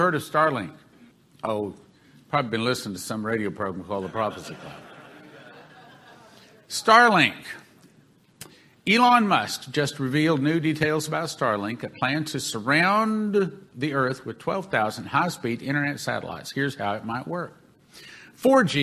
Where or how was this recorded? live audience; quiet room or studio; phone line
live audience